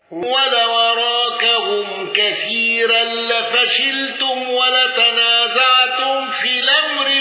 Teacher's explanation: أبو عمرو بالإمالة والغنة